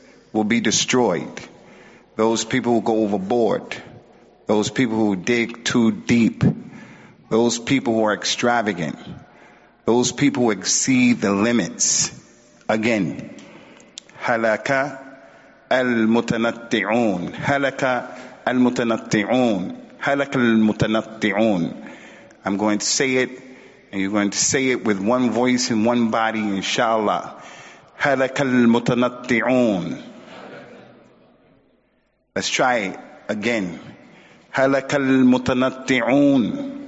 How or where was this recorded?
large echoing room